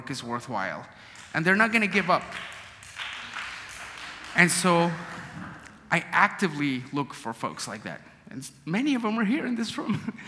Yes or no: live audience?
yes